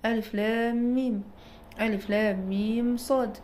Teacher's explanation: بيتم إدخال الميم الساكنة في الميم المتحركة بغنة مطولة والنطق بها كأنها ميم مشددة · Term: إدغام